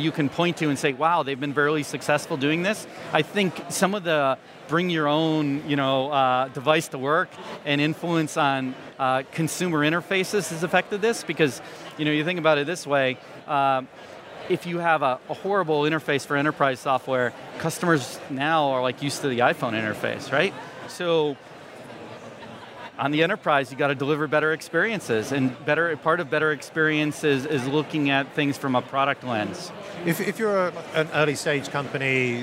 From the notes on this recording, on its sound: This week's episode of the SaaS Revolution Show is a live recording from SaaStock 2019.